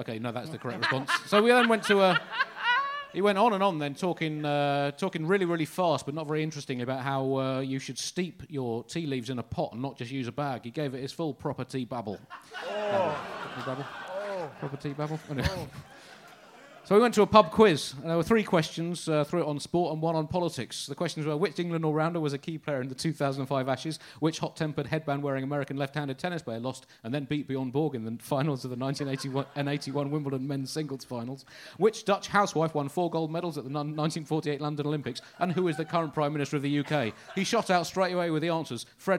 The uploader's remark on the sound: Recorded live at The Leicester Square Theatre.